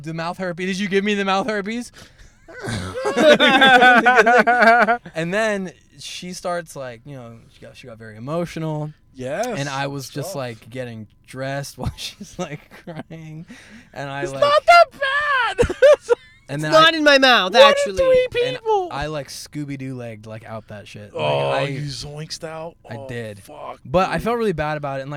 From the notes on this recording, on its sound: We are in the car. Recorded at Thank You Miami.